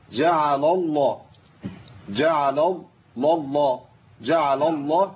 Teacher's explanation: خطأ منتشر جدا برضو وهو تفخيم اللام المرققة إذا التقت بلام اسم الجلالة المفخمة.